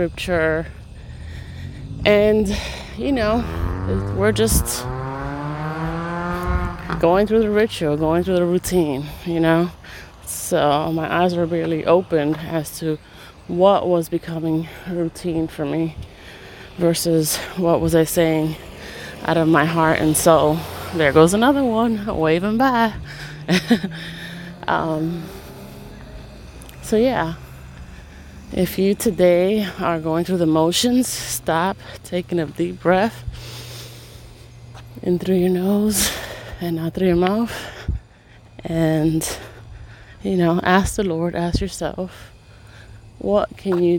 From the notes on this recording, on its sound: I recorded this podcast on an early morning walk. It was the first time I had used my voice that day, so please pardon my the first few seconds of my voice.